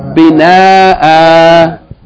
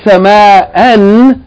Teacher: it is pronounced as a long vowel A, ah, when you stop or pause on it · Shown in: first take · As with the first word, you would say instead of bina'an, if you stop on it, you say bina'a. · Term: med al-iwad